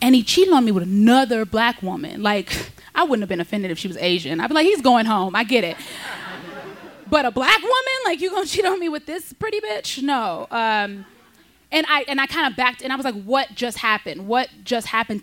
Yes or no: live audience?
yes